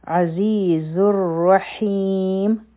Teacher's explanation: زا به د را سره یو ځای شي ځکه چې را حرفی شمسی یادی، نو په دې کې به لام نه ویلی کیږي · را به غټه وایو ځکه چې په دې فتحه ده، او ح به د حلق نه وایو.